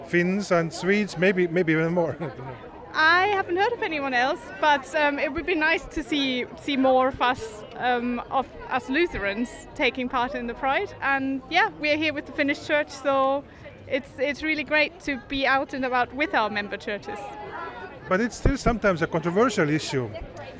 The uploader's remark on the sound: In this episode we’re on location at two different conferences: the Anglican-Lutheran Society in Norway and the bishops meeting in Canterbury. We then fall in step with Lutherans marching at this year’s celebration of Pride in London.